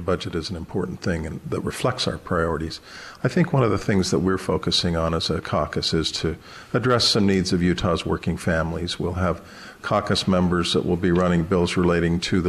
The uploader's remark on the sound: Live From The Utah State Capitol. A live broadcast of Access Utah from the State Capitol on Monday for the opening day of the 2016 Utah Legislature.